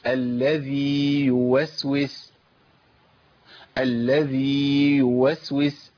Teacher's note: طيب يوسوس ياء متحركه بضم، يبقى بتخرج، طالما الياء اتحركت يبقى بتخرج من وسط اللسان على طول